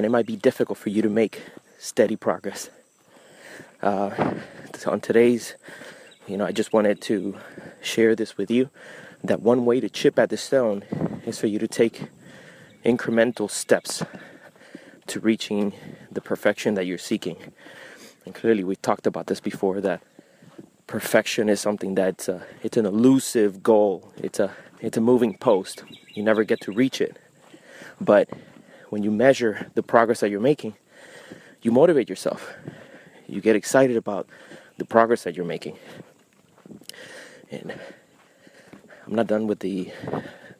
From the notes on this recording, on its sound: I recorded this brief installment of The Winding Stairs Freemasonry Podcast, while going out for a jog. As soon as I was done running, I spontaneously decided to record some of my thoughts.